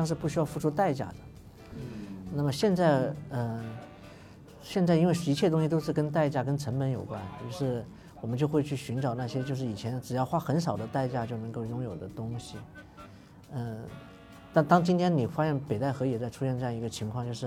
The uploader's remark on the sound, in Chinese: 在阿那亚的海边录制了一期特别的节目